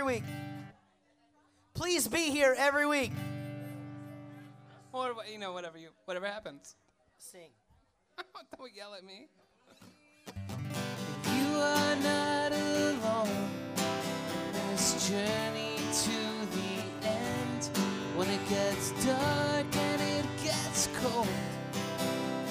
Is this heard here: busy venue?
yes